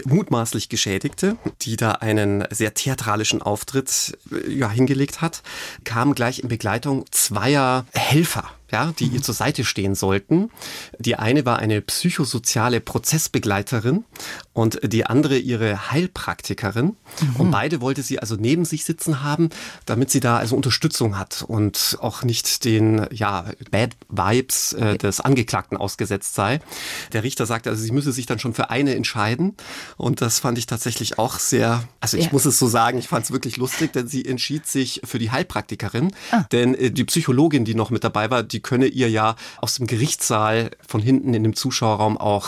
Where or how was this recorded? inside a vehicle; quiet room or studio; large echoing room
quiet room or studio